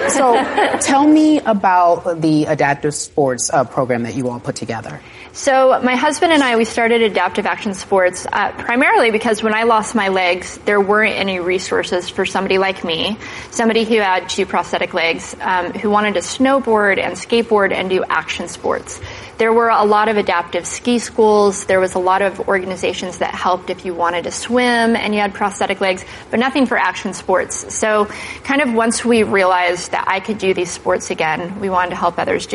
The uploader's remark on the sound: in front of a live studio audience